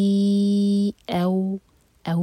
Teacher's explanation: इसको ओ नहीं कहना, अ और फिर वो से जोड़ेंगे · Term: मदलीन